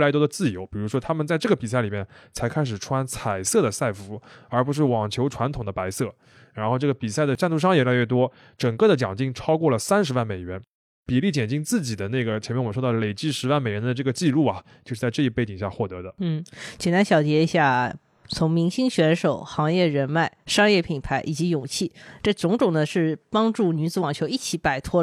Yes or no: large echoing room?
no